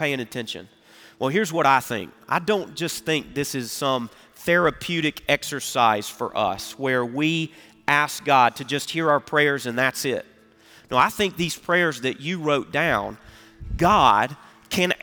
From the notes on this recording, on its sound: Recorded Live at Brookwood Church on 11.26.2023